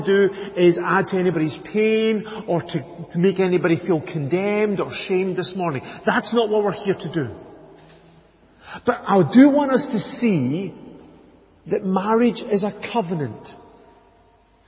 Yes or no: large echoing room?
yes